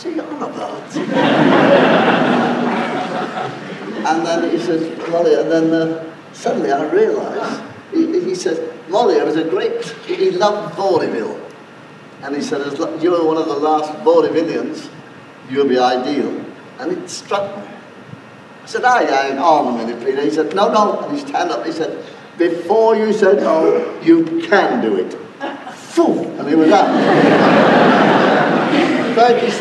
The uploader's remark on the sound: This is an archive recording and therefore the sound quality is poor.